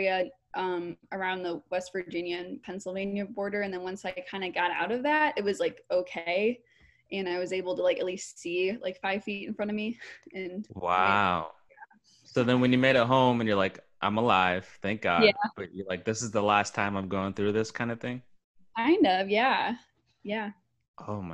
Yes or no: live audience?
no